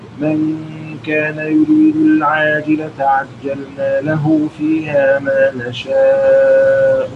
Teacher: هنقرا الان لقالون بتوسط المد المتصل